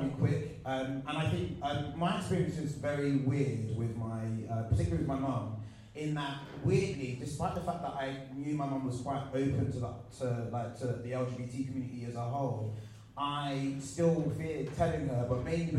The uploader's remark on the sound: A recording of the panel Saying Good-bi to the Closet from Bi Pride UK 2019 .